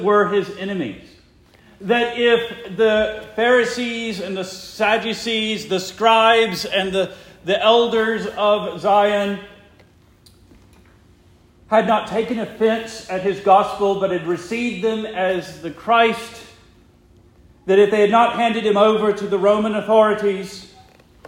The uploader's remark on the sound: Preached the morning of April 9, 2023, for the Heidelberg Presbyterian Church in Heidelberg, Mississippi.